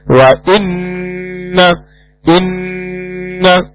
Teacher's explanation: Nun tasdid gunna akmal. Gunanya sempurna. Ditahan.